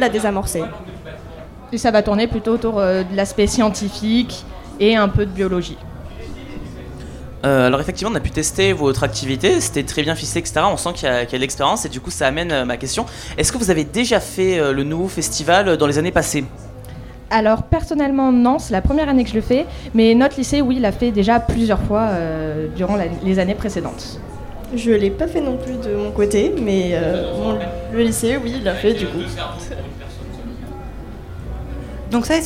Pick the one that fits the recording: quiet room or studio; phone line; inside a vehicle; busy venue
busy venue